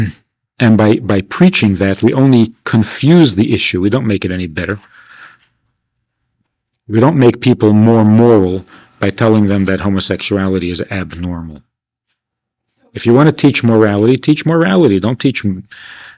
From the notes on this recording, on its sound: This audio is taken from a class given at Beis Chana's Jewish Un-Camp in the summer of 1993.